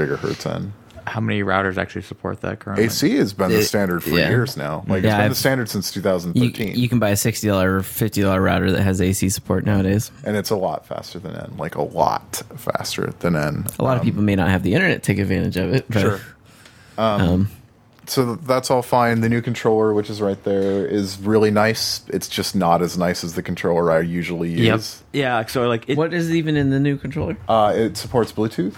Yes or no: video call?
no